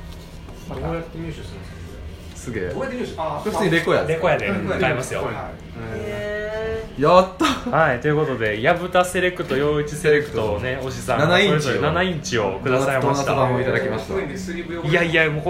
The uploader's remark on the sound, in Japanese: 1周年記念オフ会。ネオ五条楽園花見大会が雨天によりオフ会に変更となったため、カラオケにてツイキャスと同時進行で収録も実施！カラオケなので雑音多め。